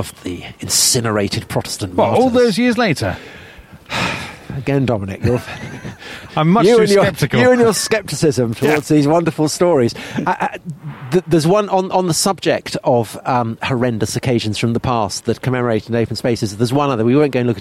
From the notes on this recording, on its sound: a special live, on location episode as they walk around central London